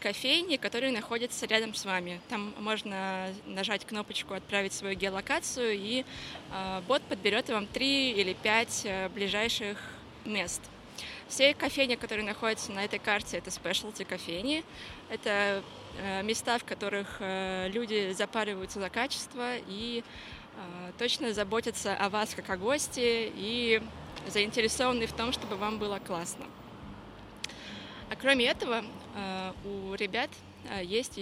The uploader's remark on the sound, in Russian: Это Live-запись, поэтому на фоне вы можете слышать разные посторонние звуки, которые, в свою очередь, придают атмосферы этому эпизоду. Наша передвижная подкаст-студия вошли в чат.